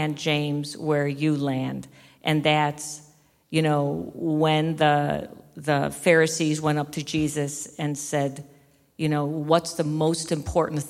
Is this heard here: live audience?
yes